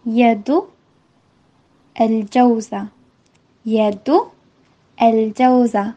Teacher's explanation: Un árabe más tradicional que hace una pausa y añade una U